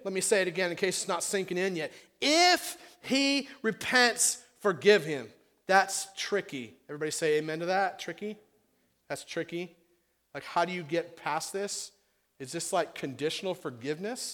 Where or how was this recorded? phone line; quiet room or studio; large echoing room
large echoing room